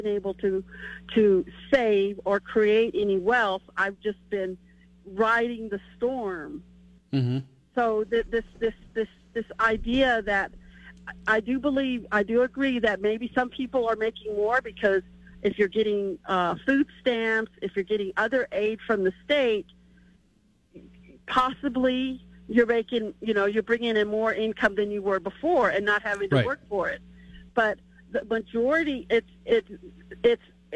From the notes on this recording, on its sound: takes your phone calls on News Radio KKOB